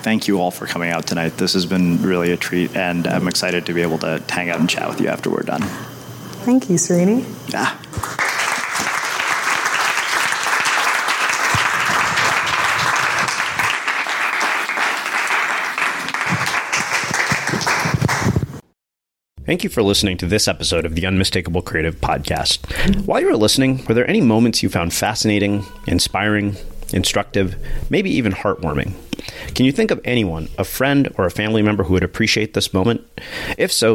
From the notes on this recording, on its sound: Unmistakable Creative Live from NYC. The Unmistakable Podcast was recorded live in front of an audience in New York City!